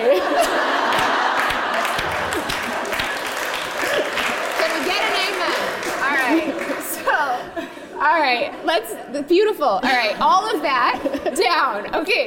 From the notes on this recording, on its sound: We worked with a live studio audience of 140 Lively Show listeners in Pittsburgh.